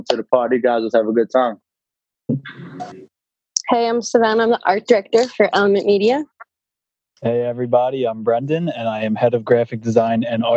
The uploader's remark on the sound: a live recording of Career Talk via Zoom